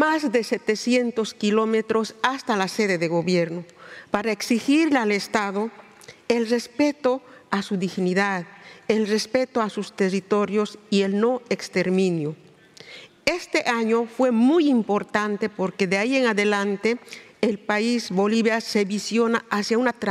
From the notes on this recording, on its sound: Recorded at the 2023 Oslo Freedom Forum. This episode is recorded in Spanish.